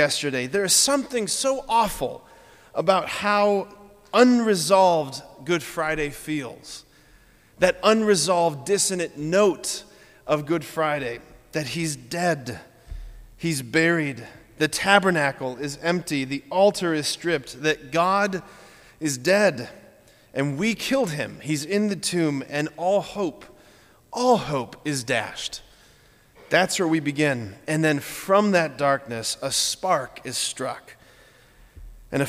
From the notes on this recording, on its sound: At Sacred Heart of Jesus Catholic Church in Wadsworth, OH.